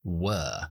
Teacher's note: que es were, con la schwa larga, no es el diptongo.